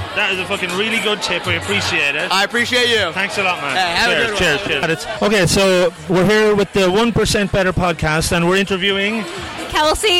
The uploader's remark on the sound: I’ve decided to hit the streets of cities I visit and ask the locals. I hit the streets and the bars (mainly bars) of Nashville. Over the couple of days recording, we asked the good folks of Nashville.